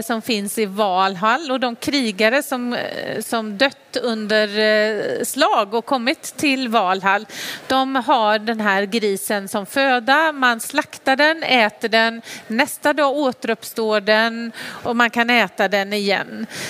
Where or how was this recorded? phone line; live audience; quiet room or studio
live audience